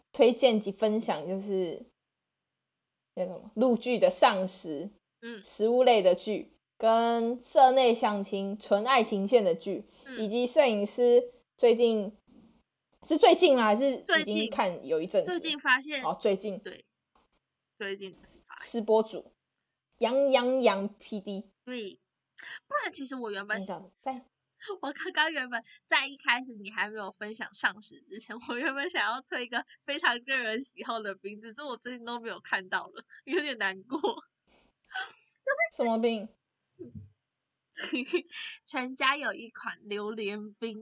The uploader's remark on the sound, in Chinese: 笑聲猖狂請小心音量。超多去不掉的雜音。採用遠距錄音。努力改善音質問題中。